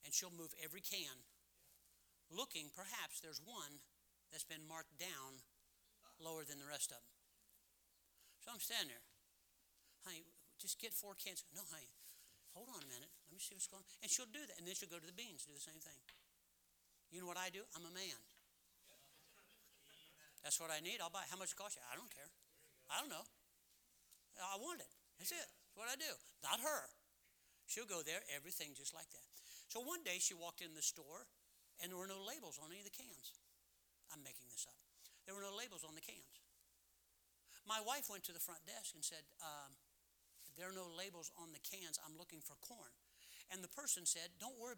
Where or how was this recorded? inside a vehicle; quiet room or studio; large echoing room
large echoing room